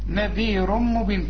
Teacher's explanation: نذير مرققة كل الحروف بما فيهم الراء عند الوقف، لكن عند الوصل مفخمة لأنها مضمومة